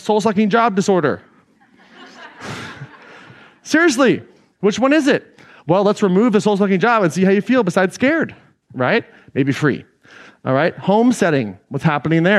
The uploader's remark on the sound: Today’s episode is an excerpt taken from Claim Your Power Live 2019.